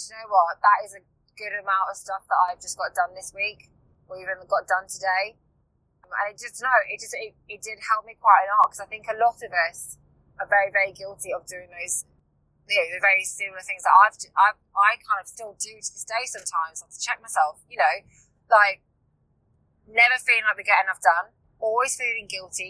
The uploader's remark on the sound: Whilst I am in the car on the way back from the launch photoshoot.